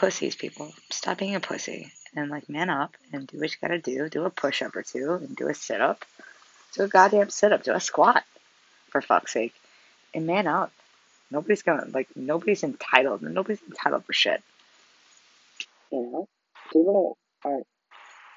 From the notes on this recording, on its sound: Sorry for the shitty recording.